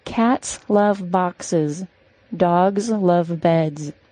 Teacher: The word cats is the only word with an S sound in that sentence. The rest are all pronounced as a Z sound.